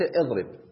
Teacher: إذا بدأت بها قلت اضرب بالهمزة، بهمزة مكسورة